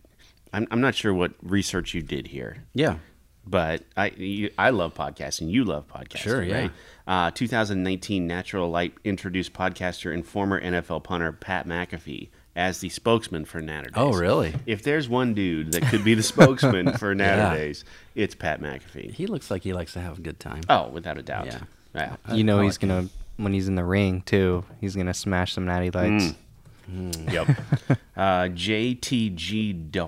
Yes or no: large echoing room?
no